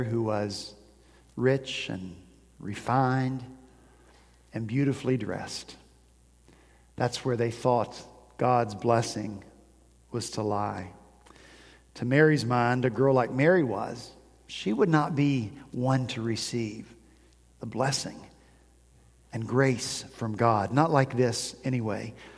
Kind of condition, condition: setting, large echoing room